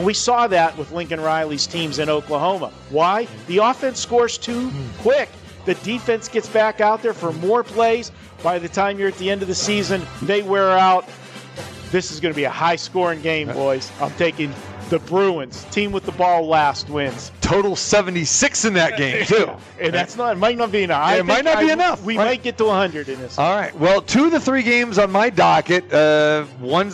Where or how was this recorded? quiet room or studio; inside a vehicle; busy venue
busy venue